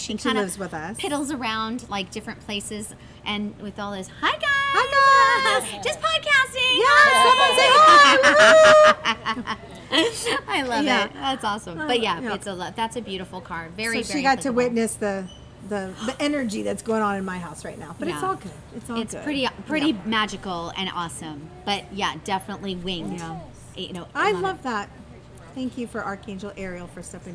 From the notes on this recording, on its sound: Podcast LIVE from Long Cellars Winery in Woodinville, WA! They are joined by their listeners who drove from all over to come join them this OPEN HOUSE Event of Fun and Spirits!